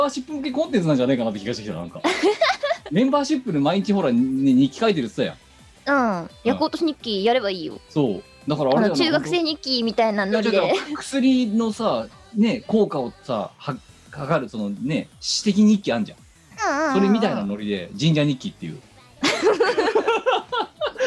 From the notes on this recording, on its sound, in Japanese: 本番組はリモート収録です。収録時環境の影響により、聴き取り辛い部分があります。